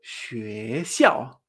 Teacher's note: xue sube, xiao baja